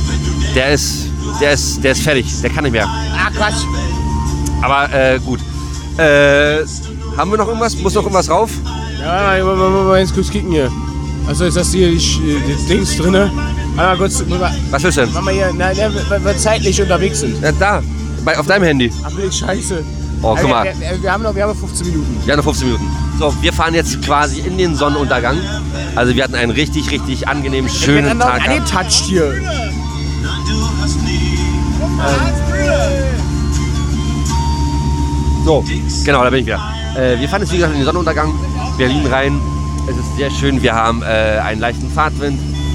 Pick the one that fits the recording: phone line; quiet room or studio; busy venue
busy venue